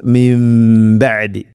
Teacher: സാക്കിനായ നൂന് ശേഷം ബ വന്നാൽ നൂനിനെ മാറ്റി മീമാക്കണം, അതാണ് ഇഖ്ലാബ്. അപ്പോൾ മിം ബഅദി, അങ്ങനെ മണിച്ചുകൊണ്ട് ഉച്ചരിക്കണം, മീമാക്കി മാറ്റി മണിക്കണം.